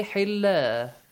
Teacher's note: Yeah, if you stop here, you'd say Hilla, right? Stretch it, and you change the tanween to an alif mad.